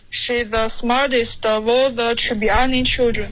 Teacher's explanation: She's 的 z 音给丢了